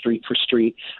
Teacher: You know, when the S and the T, when your tongue is articulating that at the point in the mouth, the S sound is becoming an esh sound. So st comes out sht. · Term: affrication